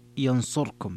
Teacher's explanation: ثم القراءة الأخرى قرأ أبو عمرو بخلف عن الدوري ينصركم بإسكان الراء